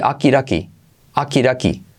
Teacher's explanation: Yo lo pronuncio así, akiraki, akiraki, porque las D se convierten en R suave